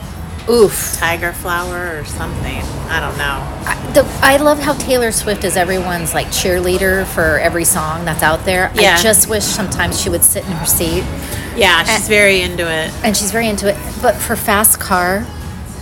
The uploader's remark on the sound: on location for a well-deserved breakfast